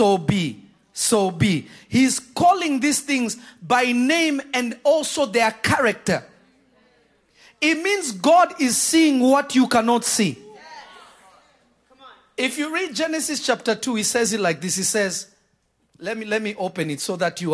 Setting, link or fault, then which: setting, large echoing room